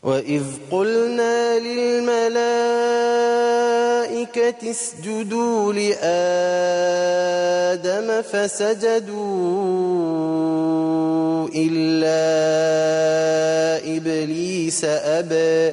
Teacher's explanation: هنرجع نوسط البدل لآدم وهنعمل في أبا التقليل. هتوجه التوسط مع التقليل.